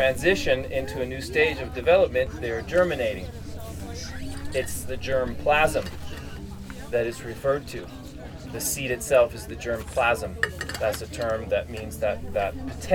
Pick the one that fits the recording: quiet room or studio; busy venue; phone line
busy venue